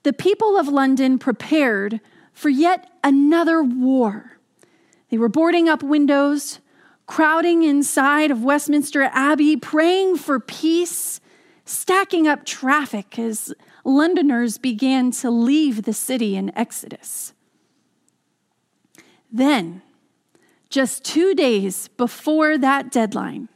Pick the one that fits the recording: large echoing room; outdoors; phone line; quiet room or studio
large echoing room